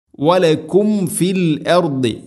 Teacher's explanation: മീം സാക്കിനക്ക് ശേഷം ഫ വന്നാൽ രണ്ട് ചുണ്ടുകൾ തമ്മിൽ തട്ടിച്ച് മീമിനെ പൂർണ്ണമാക്കണം.